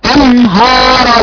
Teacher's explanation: فبتفخم حرف النون لوجود حرف موجود في الكلمة مفخم زي الراء. المفروض ان وانت بتقرأي تعلمي ان اخر لسانك موجود تحت في الحرف يعني الحرف اقصى لسان مش مستعلى زي حرف القاف ولا الظاء ولا الطاء ولا الخاء ولا الغين دي اللي هو اقصى لسان مستعلى هشاور عليه بالسهم اقصى لسان نازل مستفل.